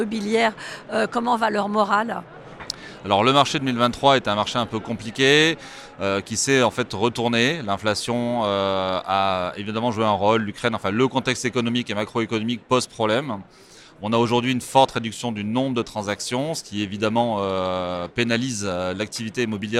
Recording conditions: busy venue